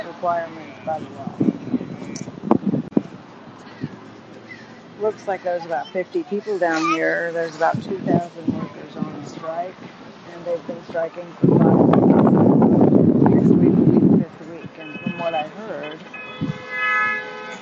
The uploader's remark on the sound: LIVE from NUHW strike in Oakland